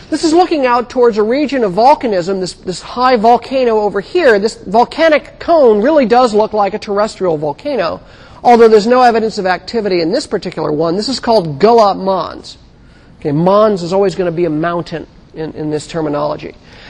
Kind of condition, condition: setting, large echoing room